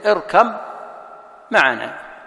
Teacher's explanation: أصلها اركب باء ما بعدها ما، فأصبحت حرفا واحدا مشددا · Term: إدغام